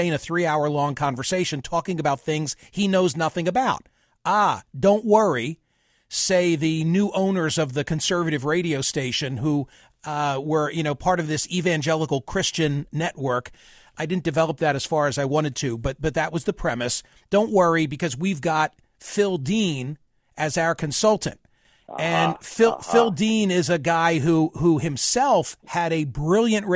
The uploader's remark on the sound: Open The Phone Lines, They Said. He let the callers take control, with no commentary, no topics, no rules - just Open Line Friday.